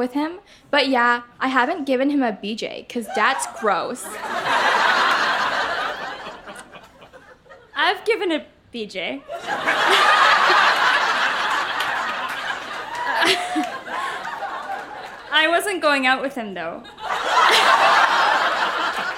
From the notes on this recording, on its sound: Recorded live in Vancouver, BC.